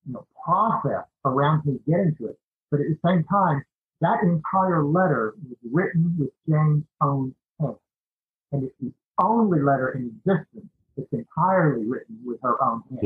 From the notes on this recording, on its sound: We had some audio issues with the episode. We were able to slightly improve it through an editing software a friend recommended.